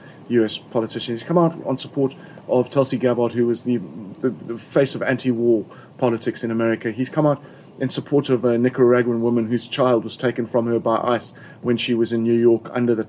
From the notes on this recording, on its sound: Recorded in his garden in Cape Town.